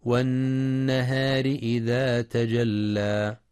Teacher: ويراعي ترقيق الراء وصلا لكسرها · كما يجب بيان تشديد اللام في تجلى مع إثبات المد الطبيعي بمقدار حركتين عند الوقف